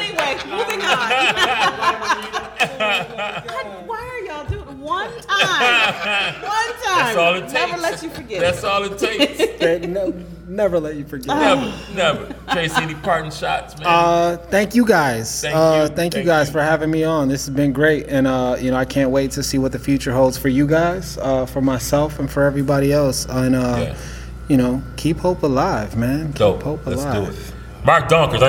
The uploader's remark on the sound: Live from Eastern Market Brewing